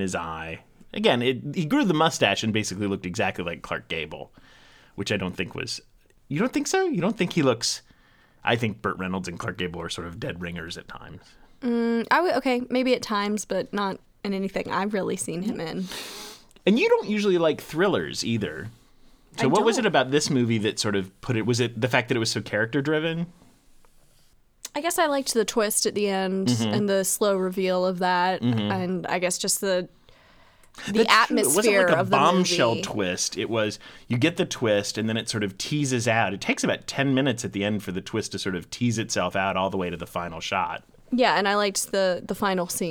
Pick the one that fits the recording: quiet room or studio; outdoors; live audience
quiet room or studio